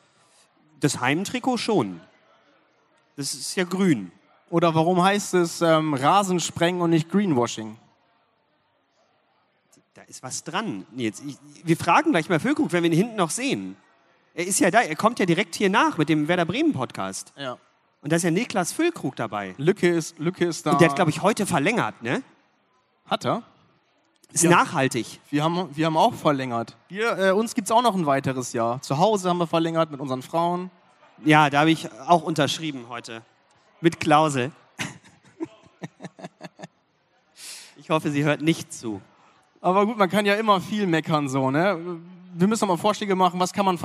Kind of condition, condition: setting, busy venue